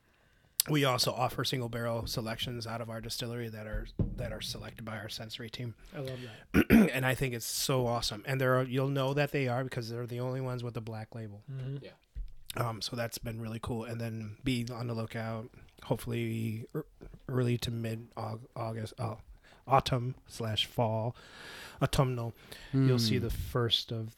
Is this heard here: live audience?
no